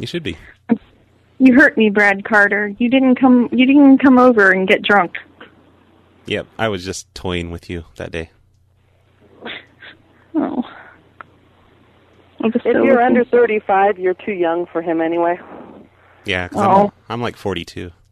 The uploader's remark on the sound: …'s Personal Prank Phone Calls Collection.